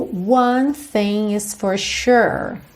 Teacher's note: O S tem esse som sh, sh, de SH, ok? Ou X.